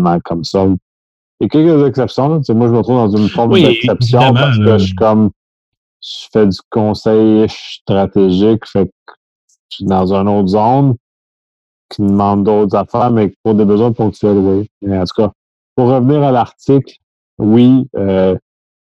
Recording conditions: video call